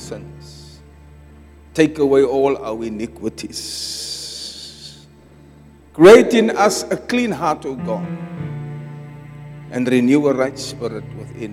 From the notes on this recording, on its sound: Preached at Zion Sanctuary